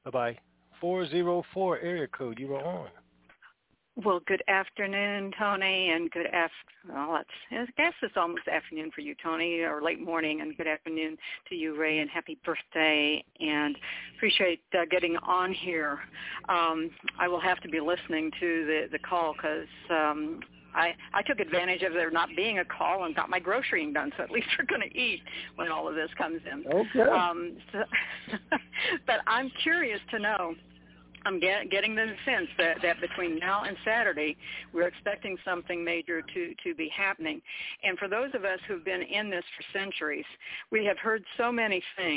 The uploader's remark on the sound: TNTSuperfantastic Conference Call